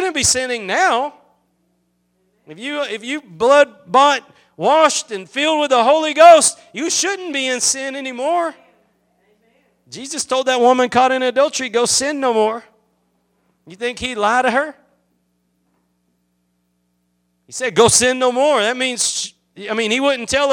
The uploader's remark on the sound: Preached at Gospel Lighthouse in Bossier City, La.